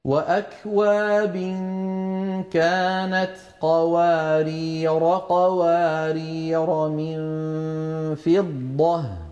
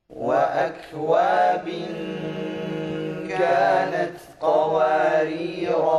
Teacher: إذن لاحظنا كيف ألف قوارير لما وصلنا حذفناها، ولما وقفنا أثبتناها يعني نطقناها.